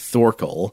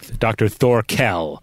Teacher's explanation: Here we get Thorkell, no mister. It's doctor, accent on the kell. · Shown in: second take